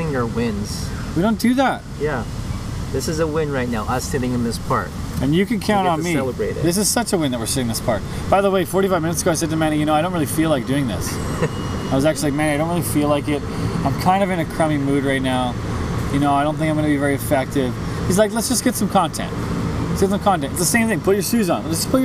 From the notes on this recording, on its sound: Podcast in the Park. Recorded in Coal Harbour.